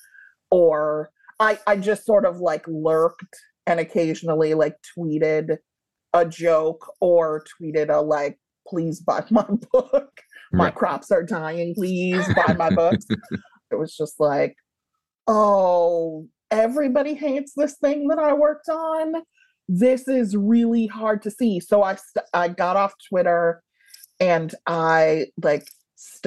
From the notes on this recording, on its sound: So, Zoom it was.